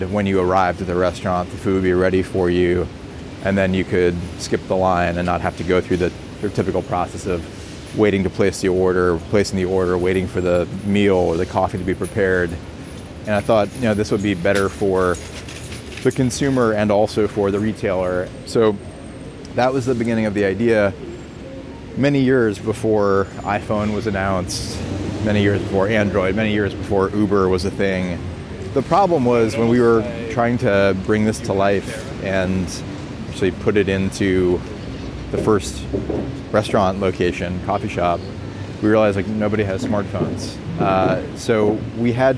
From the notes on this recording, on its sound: A conversation recorded in the streets of New York.